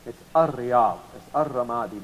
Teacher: you are not allowed to read the Lam. · Term: sun letters